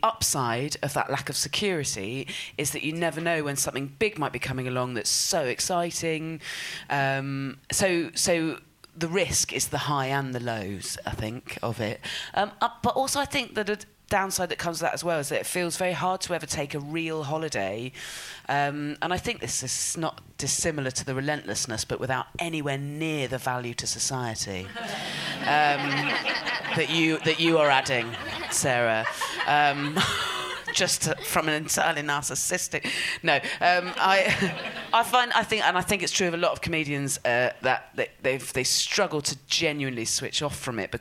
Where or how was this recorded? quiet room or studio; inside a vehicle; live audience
live audience